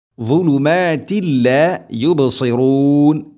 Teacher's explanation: തൻവീന് ശേഷം ലാമ് ഇദ്ഗാം ബിലാ ഗുന്ന, മണിക്കാതെ കൂട്ടിലയിപ്പിക്കണം തൻവീനിനെ ലാമിലേക്ക്